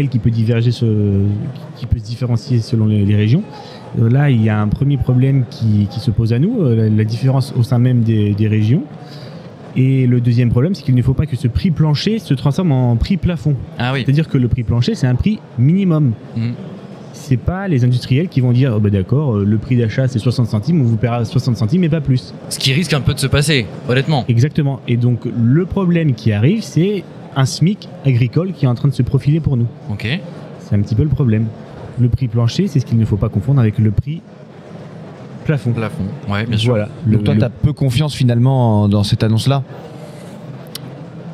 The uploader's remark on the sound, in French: Cette semaine nous avons enregistré un épisode spécial au Salon International d'Agriculture.